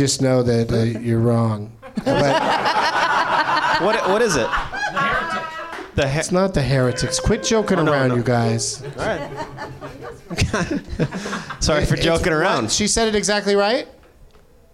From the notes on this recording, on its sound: Live from the NerdMelt Showroom in Los Angees